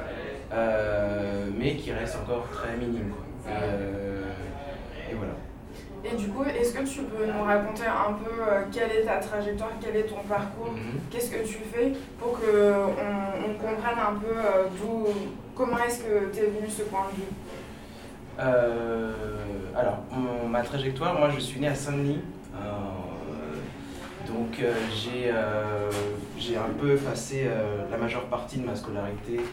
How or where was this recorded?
busy venue